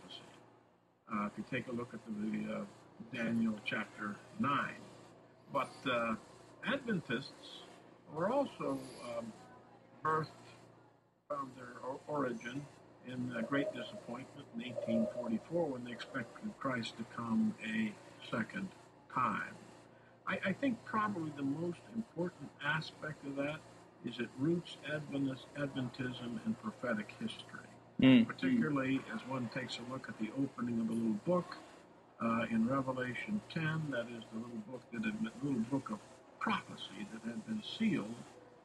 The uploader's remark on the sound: Given the non-ideal environment, we apologize for the condition of the audio